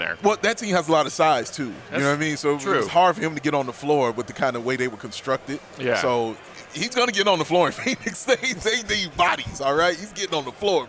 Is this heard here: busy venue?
yes